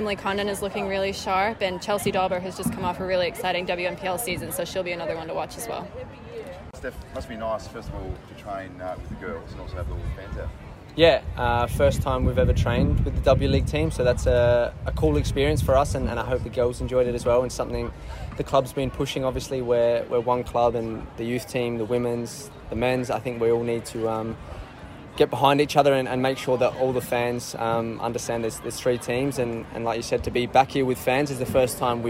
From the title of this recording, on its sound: Fans' Day | Press Conference